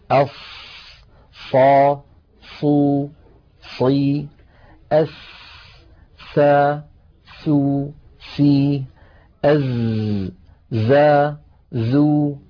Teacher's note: خرج لها صوت فيه قوة شبهه العلماء بصوت صفير الطائر وذلك في حرف الصاد الص وحرف السين الس وحرف الزاي الز